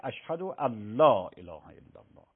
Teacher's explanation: نون خونده میشه، منتها نون در لام ادغام شده اشهد و الله اله الا الله.